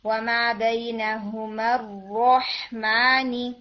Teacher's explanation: را جو ہے وہ ساکن بھی ہیوی ہوگا اور را فتحہ کے ساتھ بھی جو آ رہا ہے وہ بھی ہم ہیوی کر کے پڑھیں گے